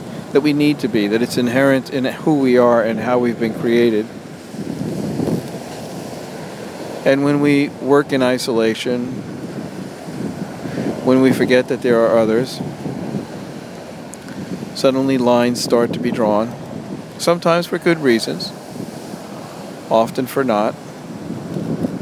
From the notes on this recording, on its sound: Recorded on July 12, 2011 on the beach at Cherry Grove, Fire Island, New York.